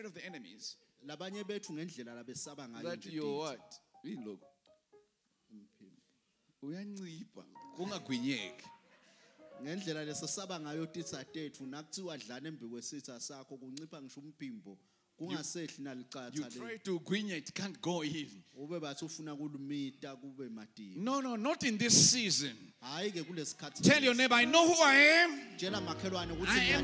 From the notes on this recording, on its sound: Recorded live at The Apostolic Hub.